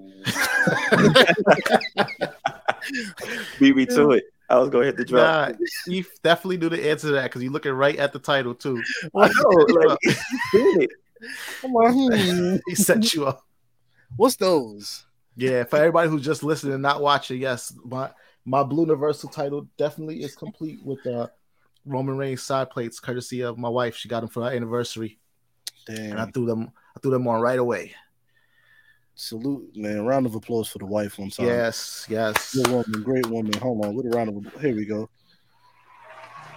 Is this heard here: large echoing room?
no